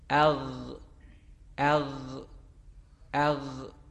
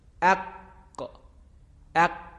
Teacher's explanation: برعکس قاف، حرف غین هنگام ادا به نرمی و سستی ادا میشه، به طوری که وقتی هم که ساکن هست هنگام ادای او صدا قطع نمیشه · Shown in: first take · به این صورت ببینید، اغ اغ اغ ولی حرف قاف رو که ادا میکنیم هنگامی که ساکن هست صدا قطع میشه.